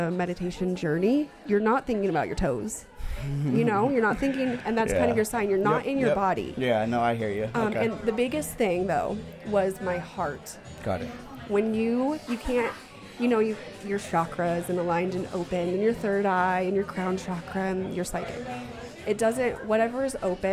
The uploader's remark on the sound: Please welcome our 2nd guest from our live event series! This podcast was recorded at the Rapunzel Salon and Spa in Boise, Idaho. The event was a 21+ Trunk or Treat where local business and indivuals came together to have a good time.